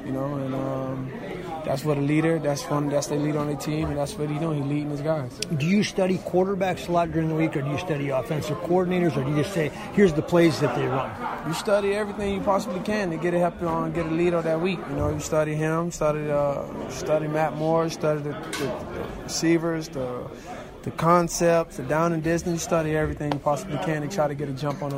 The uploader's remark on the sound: live from Arrowhead Stadium in Kansas City